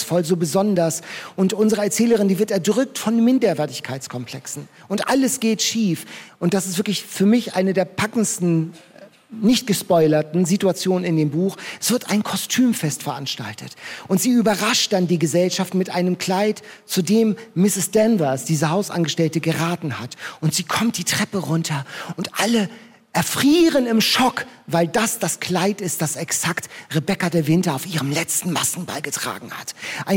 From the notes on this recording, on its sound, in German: Federblazer, Toaster auf der Bühne und jede Menge Bücher – der Podcast diesmal live vom Harbourfront Literaturfestival.